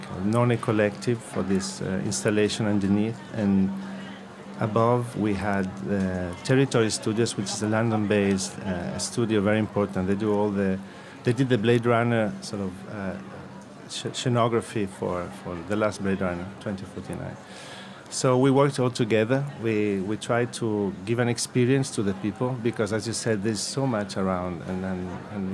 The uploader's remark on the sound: Today we are coming to you live from Salone del Mobile in Milan, brought to you in partnership with our friends at Hyundai. Monocle’s vantage point in Tortona.